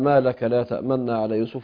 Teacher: أدغمت النون الأولى في النون الثانية